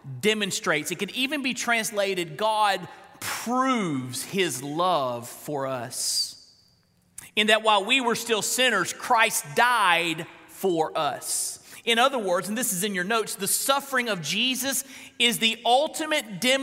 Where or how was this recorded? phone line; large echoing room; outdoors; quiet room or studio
large echoing room